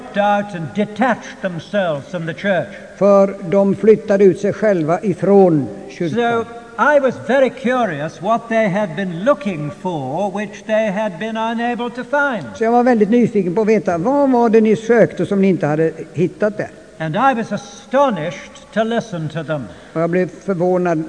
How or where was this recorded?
large echoing room